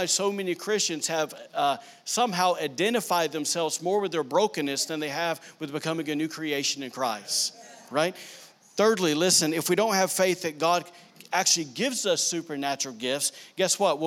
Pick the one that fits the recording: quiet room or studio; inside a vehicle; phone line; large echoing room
large echoing room